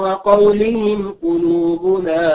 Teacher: وقولهم قلوبنا هنا نظهر الميم الساكنة لوقوع القاف بعدها